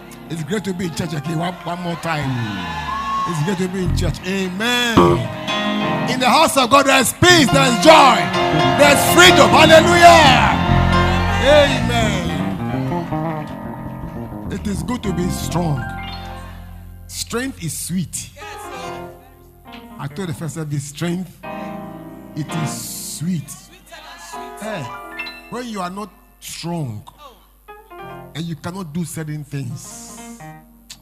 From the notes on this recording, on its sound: Preached At LCC Goshen